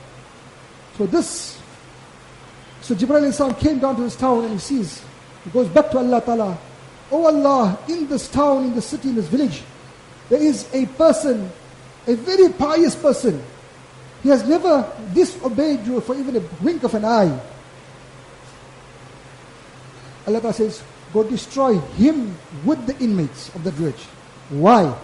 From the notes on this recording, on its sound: Jumuah lecture at Glenearn Road Masjid 13 January 2023